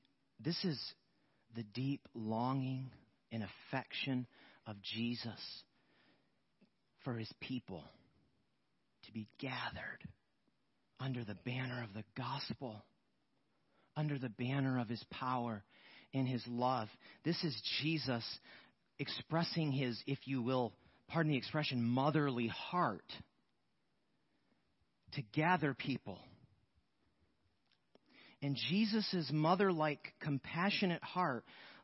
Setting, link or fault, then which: setting, large echoing room